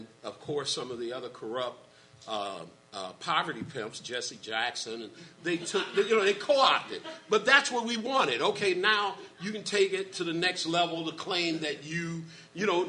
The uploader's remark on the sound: This is the complete audio from the Rainbow Coalition panel held at the Augustana Teaching Museum of Art.